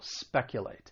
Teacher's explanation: the verb has three syllables. The stress is on that first syllable